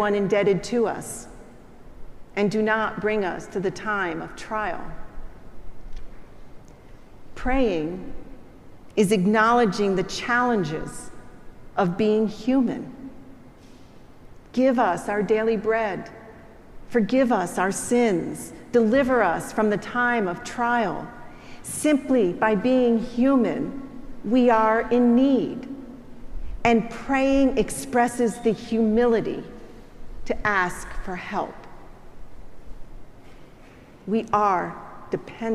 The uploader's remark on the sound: Preached at our celebration of the Holy Eucharist on the Seventh Sunday after Pentecost.